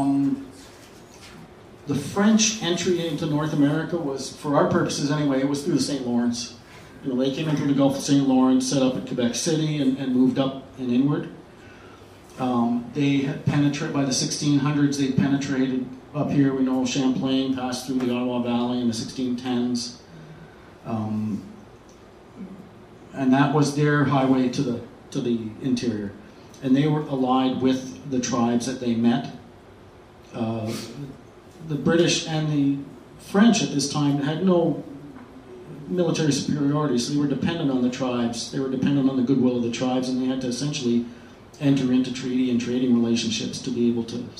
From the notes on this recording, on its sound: Presented December 8th 2015 at Octopus Books in Ottawa, unceded Algonquin territory.